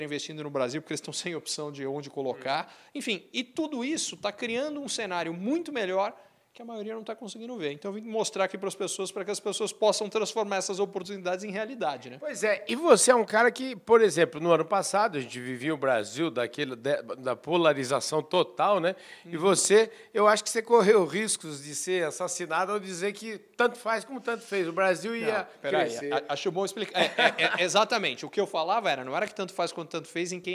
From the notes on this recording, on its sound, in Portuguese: Prosa gravada na Festa dos 20 anos do Grupo BLB de Auditores e Consultores em Ribeirão Preto.